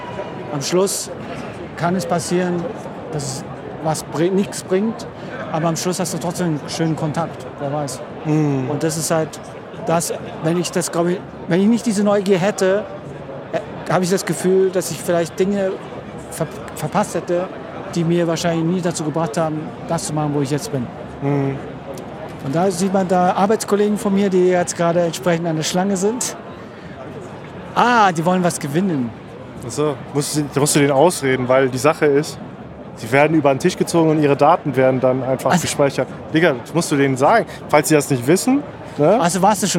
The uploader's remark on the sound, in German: Erster Besuch auf der OMR "Online Marketing Rockstars". In der heutigen Spezialfolge sind wir auf der OMR "Online Marketing Rockstars" und nehmen euch live vor Ort mit.